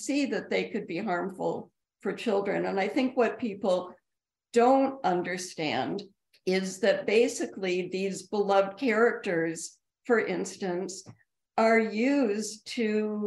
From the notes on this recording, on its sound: In a live Zoom event in conjunction with the American Museum of Tort Law.